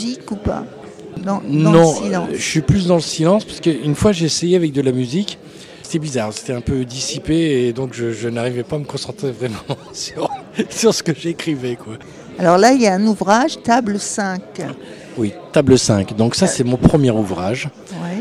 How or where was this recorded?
busy venue